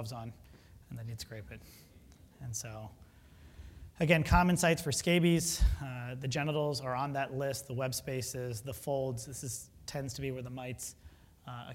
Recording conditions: large echoing room